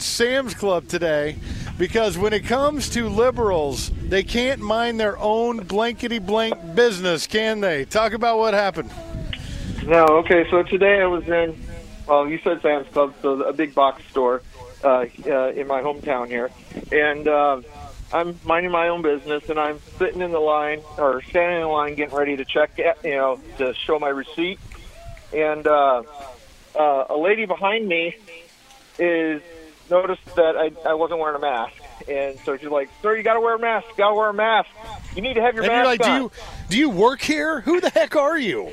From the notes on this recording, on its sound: Live from the Apopka Art and Foliage Festival. At Kitland Nelson Park.